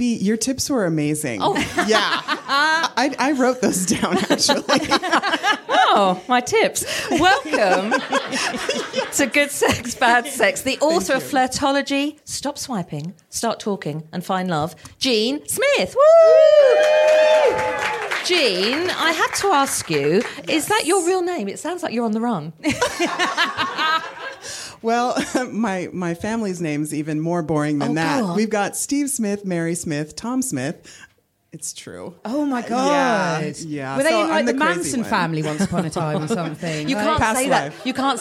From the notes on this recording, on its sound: live at The Phoenix Arts Club in London